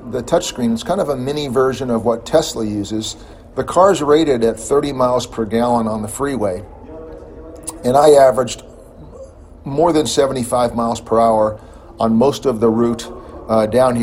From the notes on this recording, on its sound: LA Auto Show, Day 2. We explore the other sights and sounds during our second day of visiting the 2017 LA Auto Show.